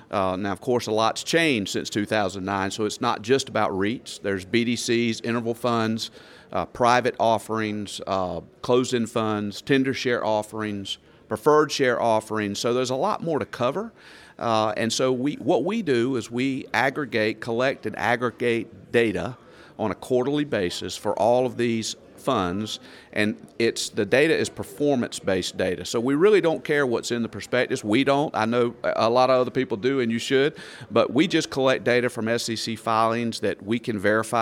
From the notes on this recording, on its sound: Live From Blue Vault Bowman Alts Summit 2023. For a live interview from the floor of the event.